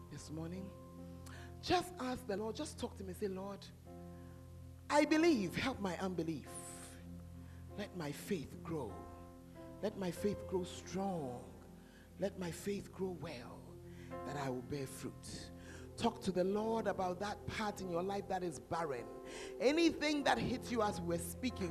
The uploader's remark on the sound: Preached At The Fountain Of Life Cathedral